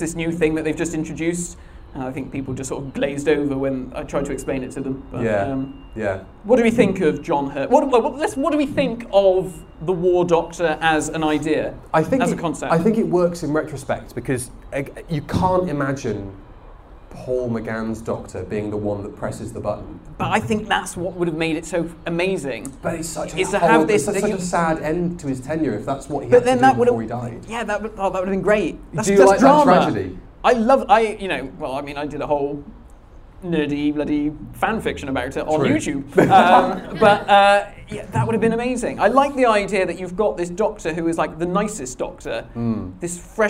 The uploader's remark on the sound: LIVE at Pandorica 2021